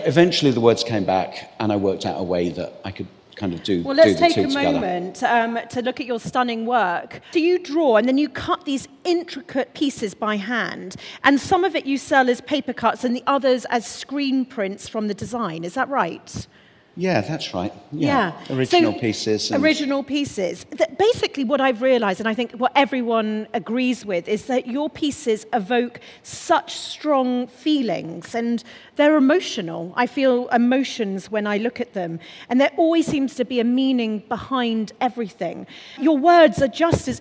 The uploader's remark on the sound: This week’s episode of Conversations of Inspiration was recorded LIVE at St Mary’s Church in Marylebone London, as part of the most incredible day in the small business calendar, The Congregation of Inspiration 2019. Recorded live, in a London church with the light streaming through the stained glass windows.